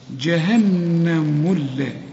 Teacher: هذه جهنم، شوف جهنم برضو النون لازم تغني، جهنم التي، طبعا همزة الوصل اللي بين الميم واللام بتاعت التي تسقط عند الوصل